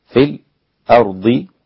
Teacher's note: نقلنا حركة الهمزة إلى الساكن قبلها، في الأرض أصبحت في الأرض. · Term: النقل